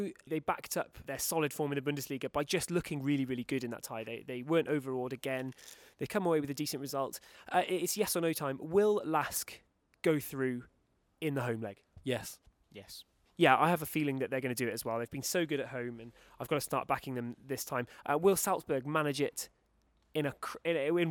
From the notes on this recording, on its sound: Recorded live at First Vienna's Hohe Warte stadium.